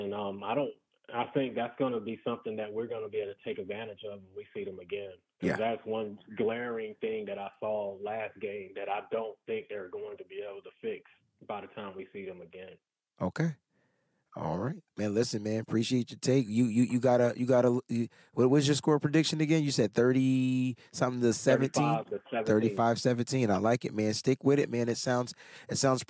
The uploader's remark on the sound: Call In Show